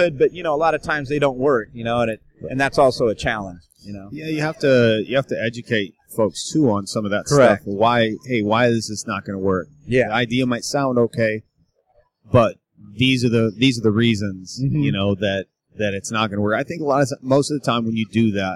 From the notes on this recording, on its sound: Joins me from Musink Tattoo festival.